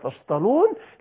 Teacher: حول التاء، تاء الافتعال، إلى الطاء المفخمة